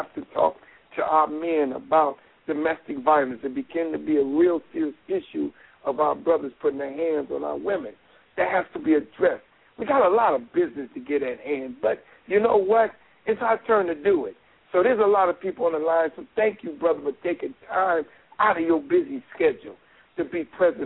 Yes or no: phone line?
yes